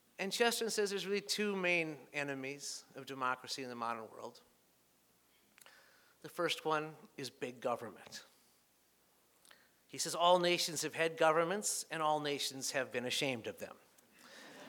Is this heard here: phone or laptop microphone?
no